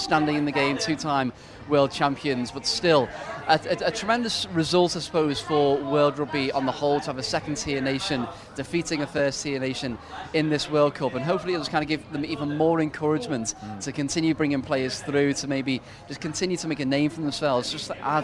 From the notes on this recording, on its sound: From our spiritual home Barasti